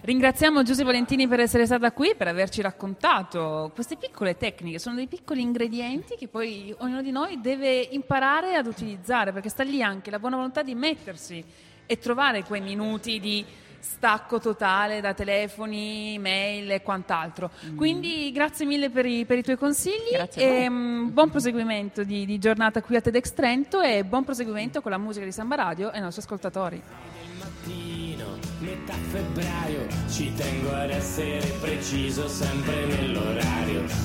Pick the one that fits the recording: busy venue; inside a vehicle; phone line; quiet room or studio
busy venue